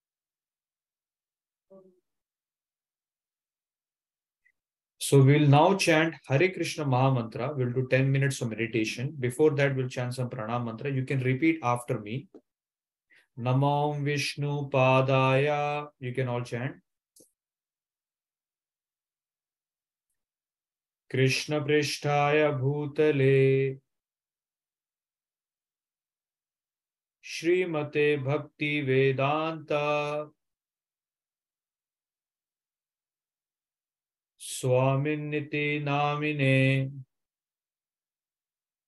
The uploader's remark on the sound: Zoom recorded class